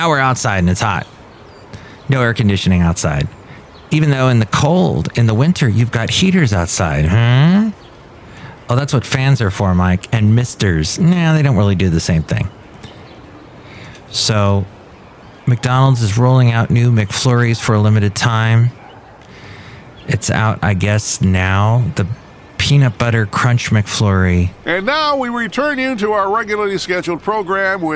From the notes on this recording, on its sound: podcasts live from Café Anyway